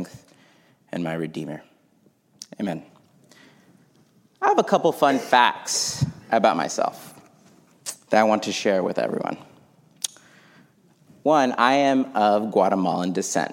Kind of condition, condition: setting, large echoing room